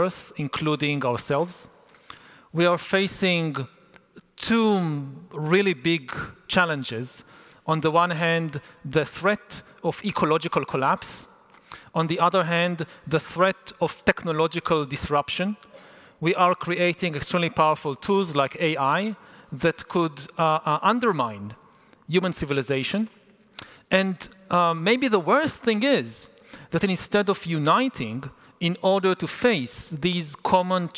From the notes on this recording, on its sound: A talk recorded 'live on tape' at Estufa Fria, in Lisbon, Portugal on May 2023.